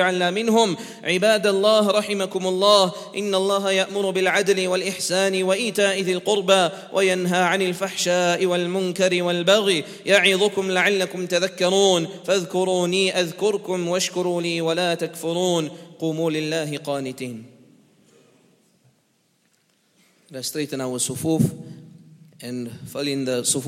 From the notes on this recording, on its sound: on 16th August 2019 at The Houghton Masjid (West Street)